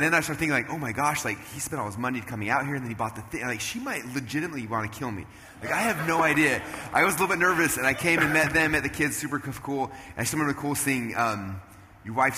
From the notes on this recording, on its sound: Replay of a special conversation I had on stage at a Traffic Secrets event